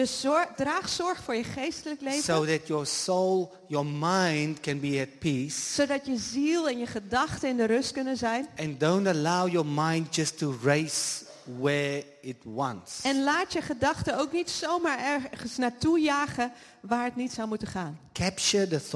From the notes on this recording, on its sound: Live Sunday morning service at Jesus Revival Church in The Netherlands. English with Dutch translation.